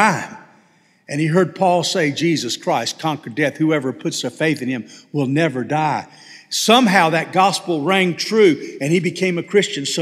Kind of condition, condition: setting, large echoing room